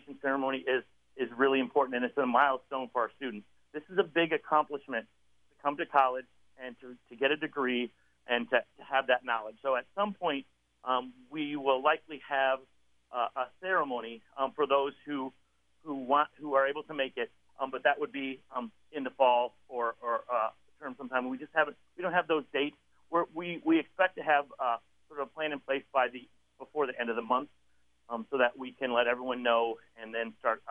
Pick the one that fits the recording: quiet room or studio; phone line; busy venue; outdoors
phone line